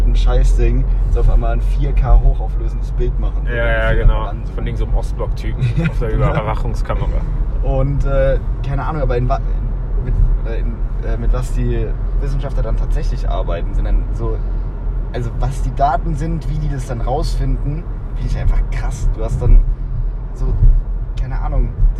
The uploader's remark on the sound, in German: mein Handy, schlechte Audioqualität